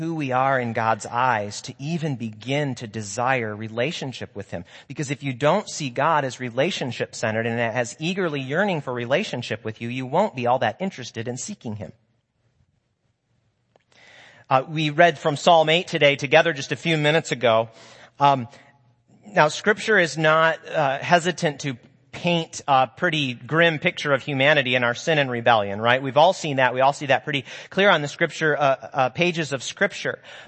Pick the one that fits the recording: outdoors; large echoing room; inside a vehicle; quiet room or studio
large echoing room